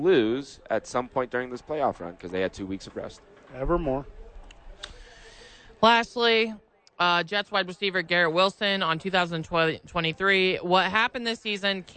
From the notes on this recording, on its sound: live at Howies watching the National Championship